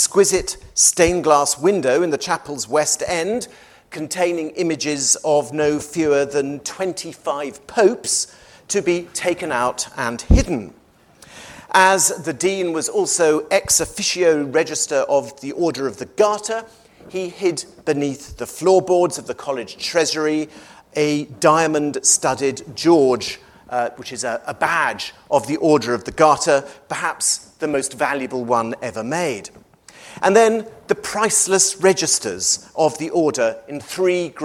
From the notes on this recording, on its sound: recorded on 14 June 2023 at David Game College, London